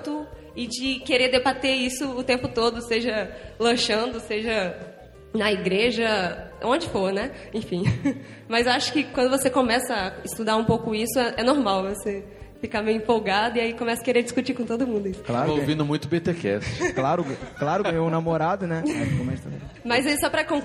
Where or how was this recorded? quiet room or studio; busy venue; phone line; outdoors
busy venue